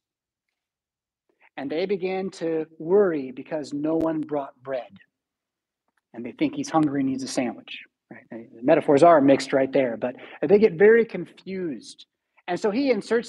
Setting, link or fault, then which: setting, large echoing room